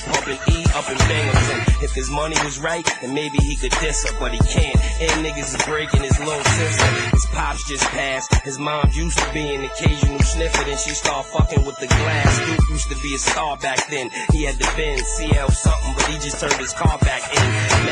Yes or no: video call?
no